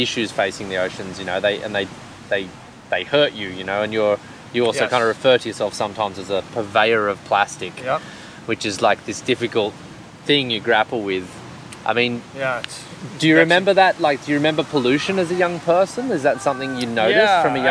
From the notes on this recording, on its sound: Recorded on Sunset Beach in March 2020